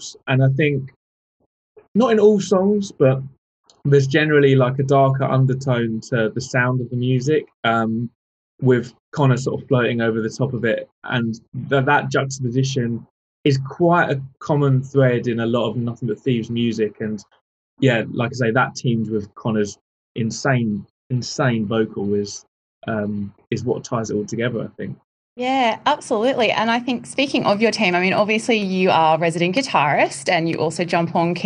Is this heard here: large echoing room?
no